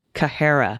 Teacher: pronounced with a beginning CK sound in the throat, not quite a guttural, but farther back in the mouth than an English C, which is mostly a tongue-tip sound, Kahara.